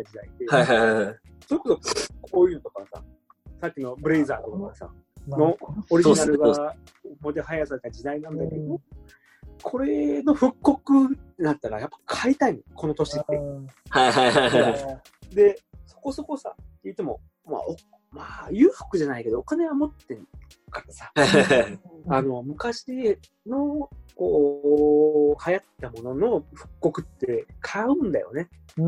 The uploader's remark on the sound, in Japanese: 4人で行ったZOOMコラボ収録